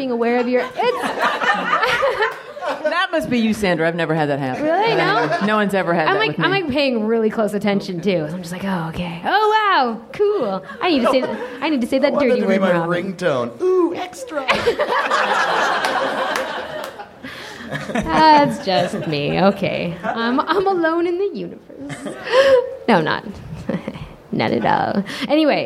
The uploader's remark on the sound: live at NerdMelt!